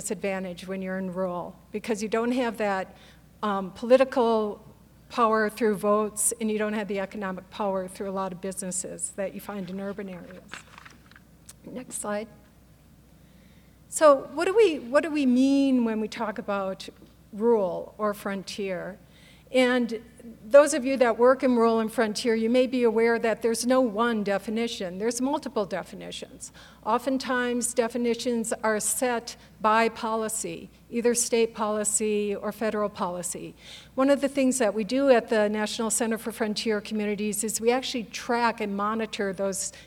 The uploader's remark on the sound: More than 100 people attended the presentation at the History Colorado Center in Denver, and the event was also live-streamed to hundreds more at remote viewing parties statewide.